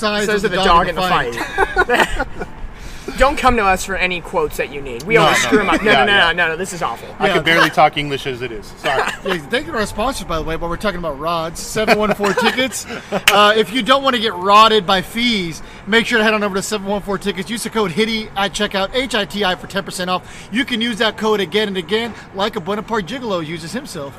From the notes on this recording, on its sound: Replay of the live from the Tailgate.